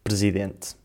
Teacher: a palavra presidente, em que omitimos o primeiro e último ES · Term: redução vocálica